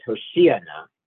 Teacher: It's Hoshiyana, it's mil el, stress on the penultimate syllable